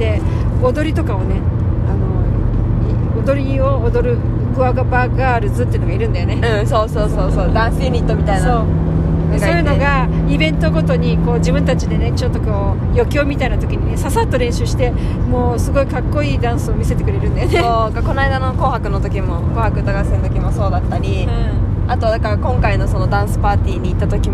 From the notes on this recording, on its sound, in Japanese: 第268回は、4泊5日の弓場農場での日々からそれぞれの家へ帰る途中で収録しました。